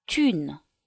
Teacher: the silent T of c'est will become the first sound of une, making it sound like thune. Most consonants keep their sound in liaison, except for S that makes a liaison sound in Z, X becomes Z, and D becomes T.